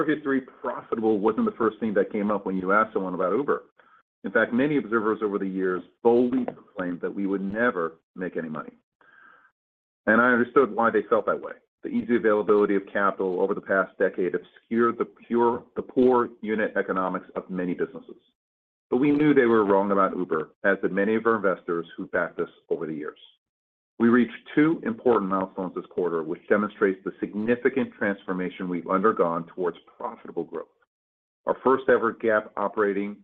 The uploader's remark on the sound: Q2 2023 Earnings Conference Call of Uber.